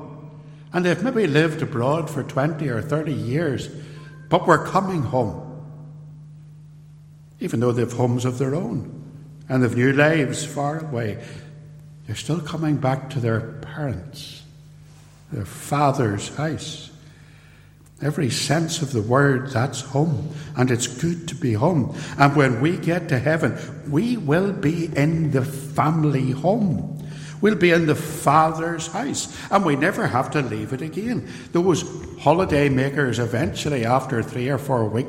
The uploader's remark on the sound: This podcast is a LECTURE, given at Templepatrick Reformed Church in January 2022, and reproduced here with the permission of the church.